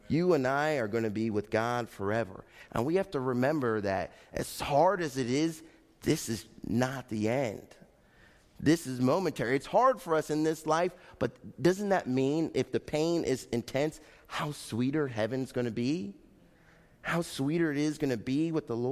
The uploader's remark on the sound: Faith Baptist Church in Hamilton, NJ.